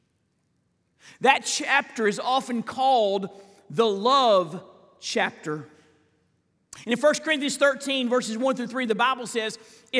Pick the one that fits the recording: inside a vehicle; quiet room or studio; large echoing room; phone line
large echoing room